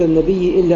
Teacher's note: وكذلك الحال مع كلمة لا تدخلوا بيوت النبي إلا يؤذن لكم، على اعتبار أنه لما التقت الهمزتان المكسورتان من كلمتين أبدل الهمزة الأولى إلى الياء لأن الياء هي المجاورة للهمزة، ثم أدغم الياء الساكنة في الياء المتحركة